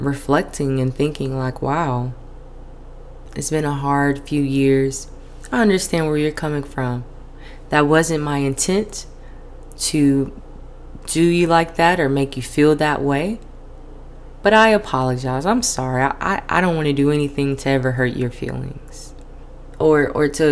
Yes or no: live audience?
no